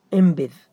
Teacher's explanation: نون ساكنة بعدها باء، انبذ، كأنك تنطق النون إيش؟ ميمة. اكتبوا تكرما لا أمرا: وهذا القلب في النطق لا في الكتابة. · Term: الإقلاب